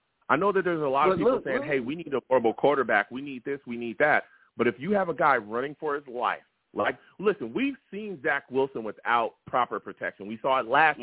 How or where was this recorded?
phone line